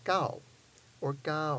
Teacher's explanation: Sometimes they stretch it out a little bit, but it should be a falling tone with the short ow, not the long ow. But again, sometimes you'll hear the longer version.